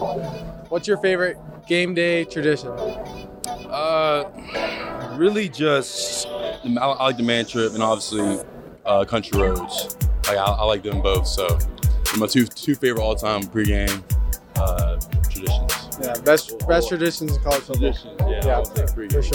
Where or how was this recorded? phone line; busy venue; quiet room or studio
busy venue